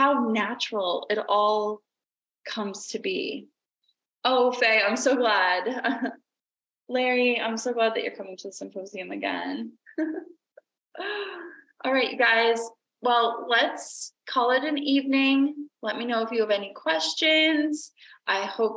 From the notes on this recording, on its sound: The replay of the free live training webinar that we held last week. We also have a short Q&A session by the end of the webinar.